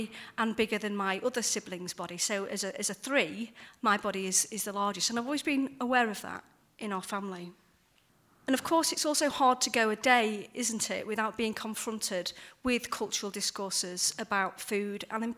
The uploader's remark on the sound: The talk was recorded at the Church Times Festival of Faith and Literature, at Bloxham School, in Oxfordshire, in February.